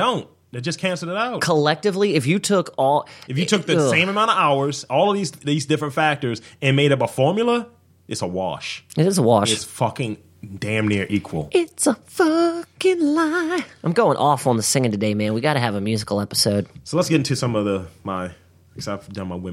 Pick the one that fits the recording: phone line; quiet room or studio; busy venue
quiet room or studio